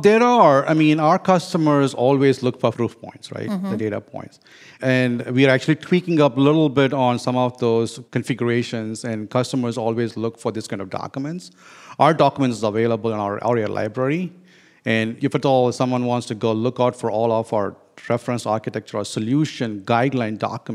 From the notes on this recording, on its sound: live from HPE Discover 2017 in Madrid